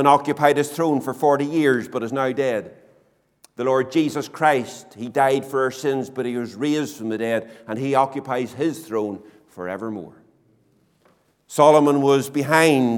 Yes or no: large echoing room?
yes